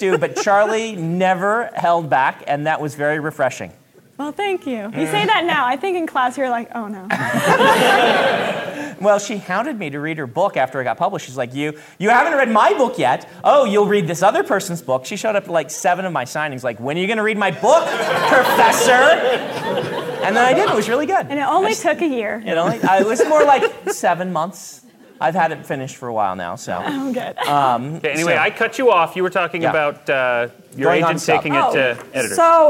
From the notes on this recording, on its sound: joined us in front of a live audience it Sasquan (the 73rd World Science Fiction Convention)